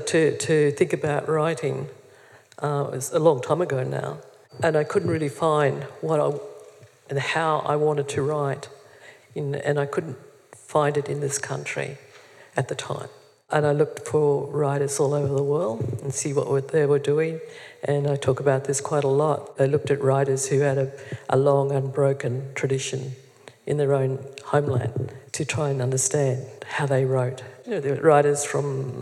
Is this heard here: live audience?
yes